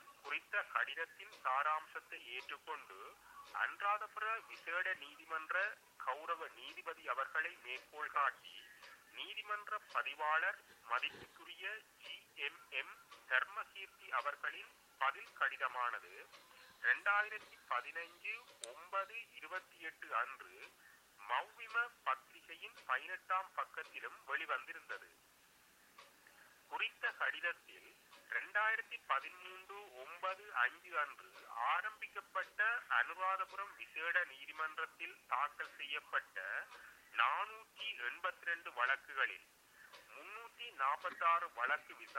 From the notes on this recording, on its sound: A spokesperson of the political prisoners jailed in Anuradhapura prison said while talking to TamilNet over the phone and reading a statement on behalf of the detained prisoners.